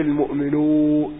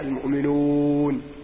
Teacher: ينطق الواو بغنة، خاصة إذا وقعت بين النون والميم · Shown in: first take · أو وقع بعدها نون أو وقع قبلها نون أو ميم، وهكذا.